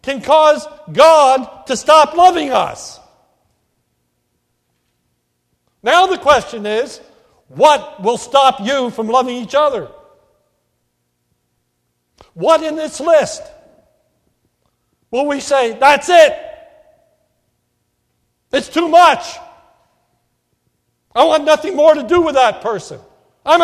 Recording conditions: large echoing room